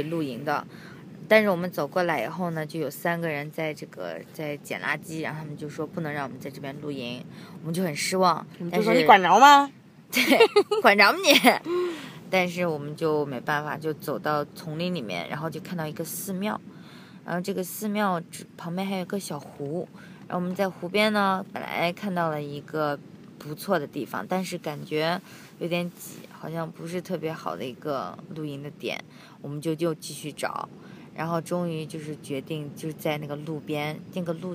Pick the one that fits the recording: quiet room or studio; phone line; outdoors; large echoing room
outdoors